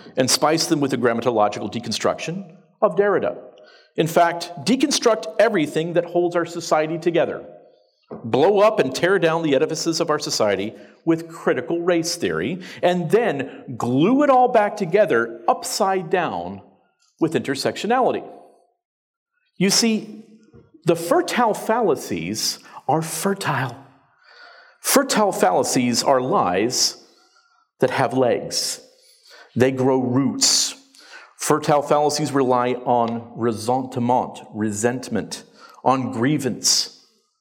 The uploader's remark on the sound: The opening presentation from the 2019 Sovereign Nations Conference, Speaking Truth to Social Justice, held in London, England.